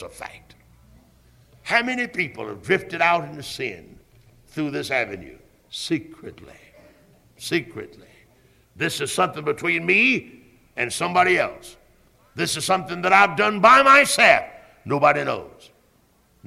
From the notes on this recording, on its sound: Originally preached at Tabernacle Baptist Church in Greenville, SC on February 24, 1974.